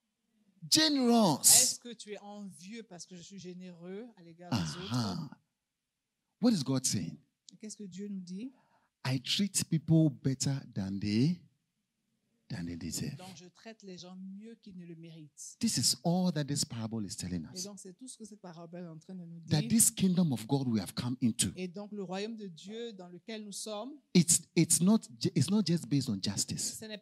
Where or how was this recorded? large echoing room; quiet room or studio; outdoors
large echoing room